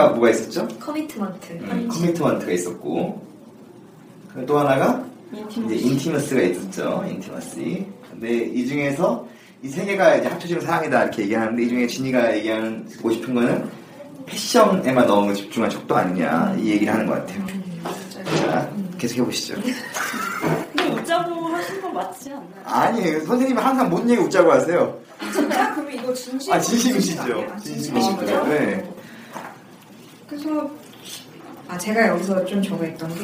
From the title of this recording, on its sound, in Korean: 라디오 음질